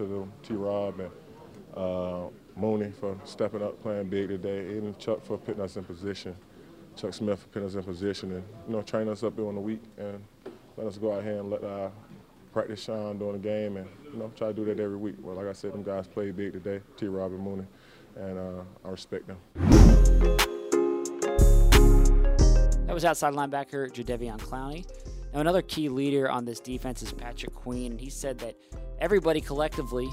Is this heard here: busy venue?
yes